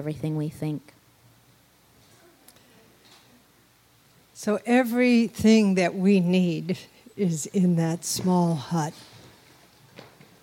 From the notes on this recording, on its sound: take questions from a live audience